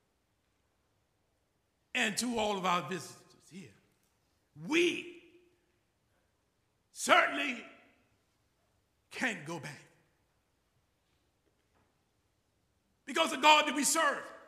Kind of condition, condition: setting, large echoing room